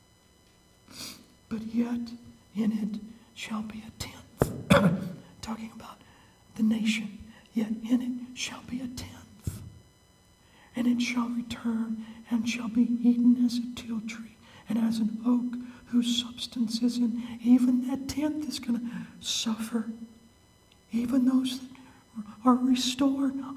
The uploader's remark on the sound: The sermon was preached at Maranatha Bible Church on July 15, 2018.